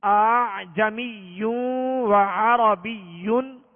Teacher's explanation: क्योंकि हमारी मश्क है नहीं तो इस वजह से मुमकिन है कि दूसरे हमजा में सख्ती ही हो रही हो, हालांकि इसमें तसहील वाजिब है, लिहाजा दूसरे हमजा में नरमी होगी और नरमी के साथ इसको पढ़ेंगे।